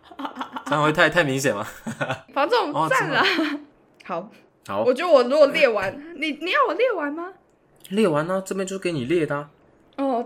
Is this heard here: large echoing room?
no